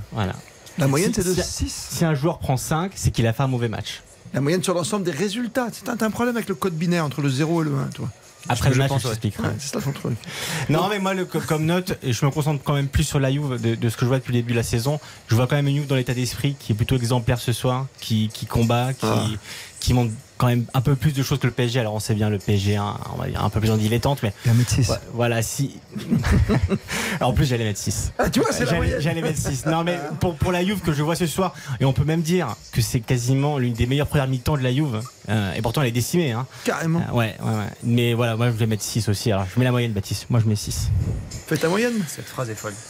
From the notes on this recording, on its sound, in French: en direct du Juventus Stadium